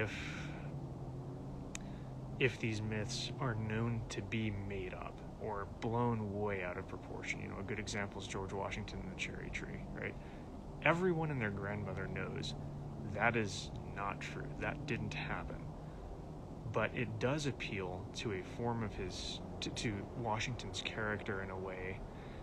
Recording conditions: phone or laptop microphone